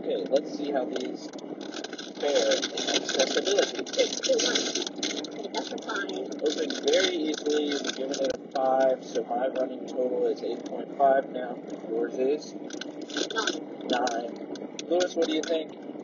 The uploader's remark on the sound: We combined two mini episodes we recorded from the car on our morning commute.